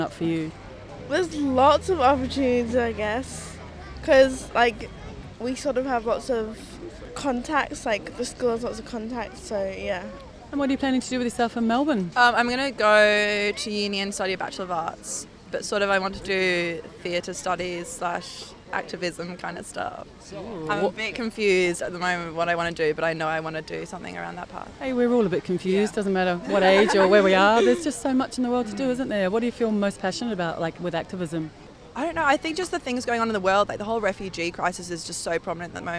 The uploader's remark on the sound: Live in the Shire. Glowingly gorgeous people mingle and move towards my mic.